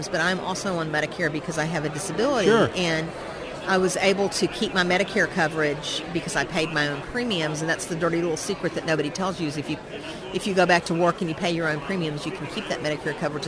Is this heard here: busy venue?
yes